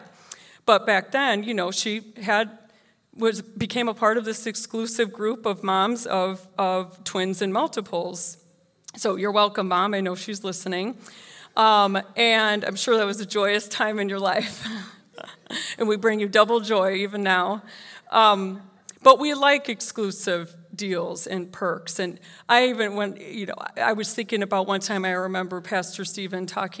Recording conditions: live audience